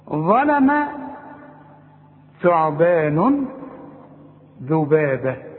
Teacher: ثلاث حروف بنطلع فيهم لساننا، ولازم تطلع لسانك في الحروف الثلاث، الذال الثاء الضاء.